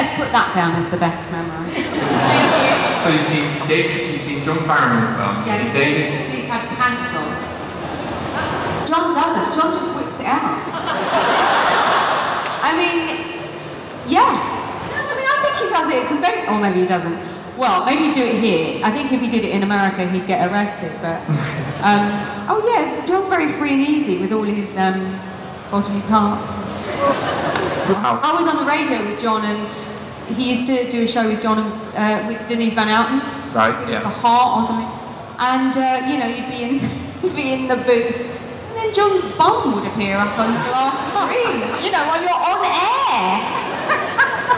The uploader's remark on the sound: from the MCM expo in London, May 2017